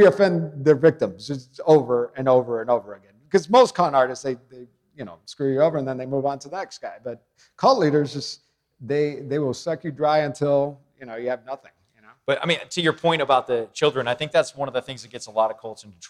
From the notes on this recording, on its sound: LIVE from the True Crime Podcast Festival in Dallas.